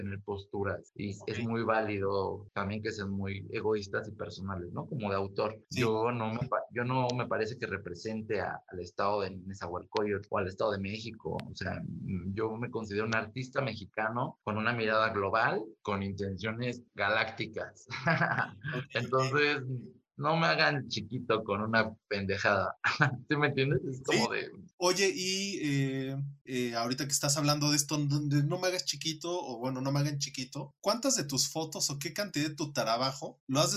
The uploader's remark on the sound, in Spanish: entrevisto vía zoom